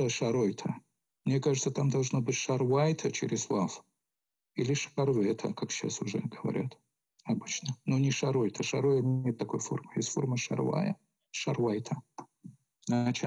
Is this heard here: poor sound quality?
yes